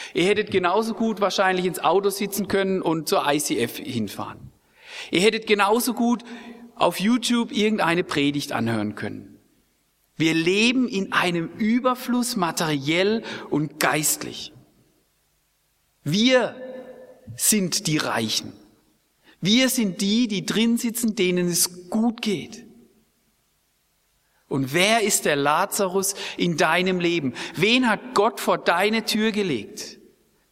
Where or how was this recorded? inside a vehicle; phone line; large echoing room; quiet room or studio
large echoing room